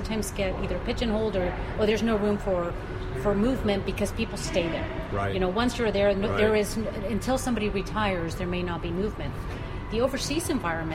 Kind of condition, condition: setting, busy venue